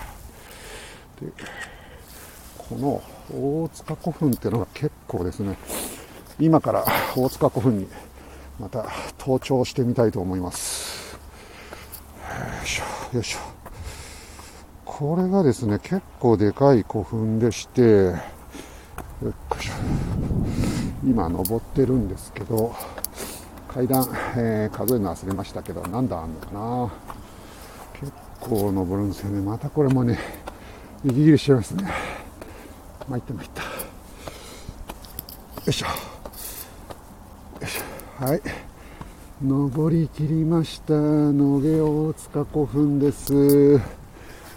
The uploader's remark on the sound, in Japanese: tokyo walk&eat radio LIVE 等々力渓谷さんぽ